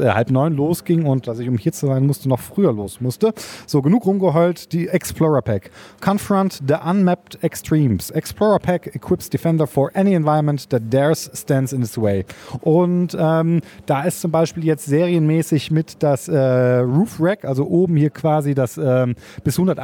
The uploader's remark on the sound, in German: Live Podcast von der Premiere